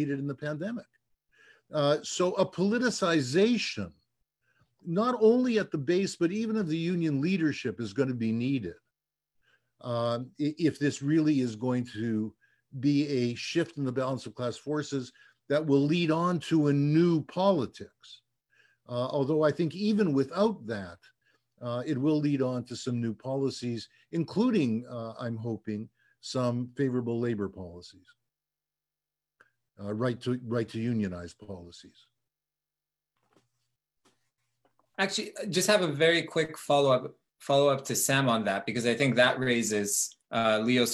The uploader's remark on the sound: Recording of TWT & Verso's webinar